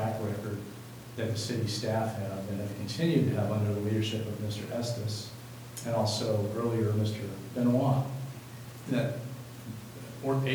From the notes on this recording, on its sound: Live recording of the July 1, 2019 Astoria City Council meeting.